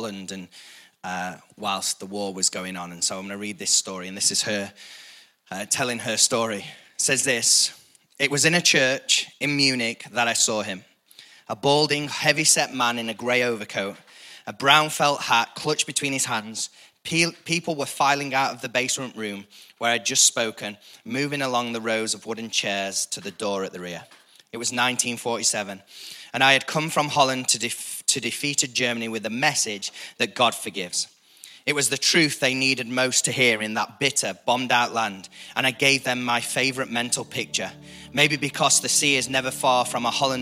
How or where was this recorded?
large echoing room